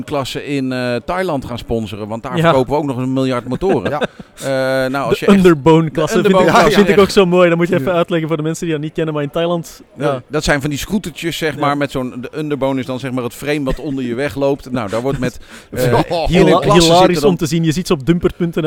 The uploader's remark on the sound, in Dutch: Live vanaf de ChromeBurner Start Your Season-dag in Nieuwkuijk.